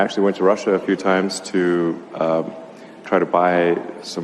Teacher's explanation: Die Stimme ist auch sehr behaucht, also wenig Strahlkraft, wenig Lautstärke, wenig Stimmvolumen.